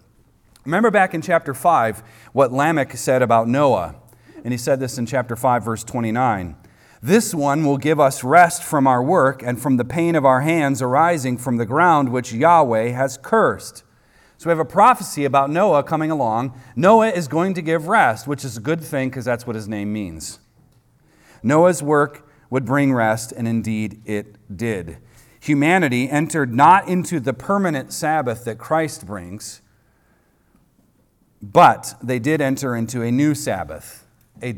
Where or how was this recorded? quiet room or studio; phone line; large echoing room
large echoing room